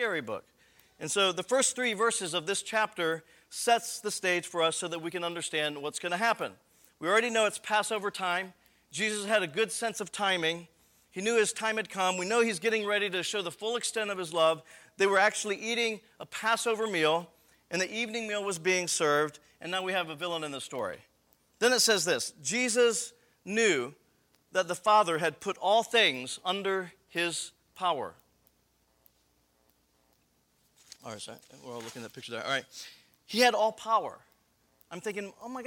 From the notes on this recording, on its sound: This episode is the audio from the Friday evening session of the 2012 Missional Learning Commons